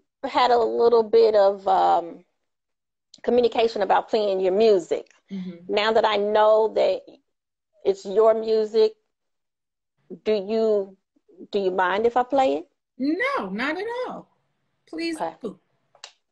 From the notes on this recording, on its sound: sits down on Instagram Live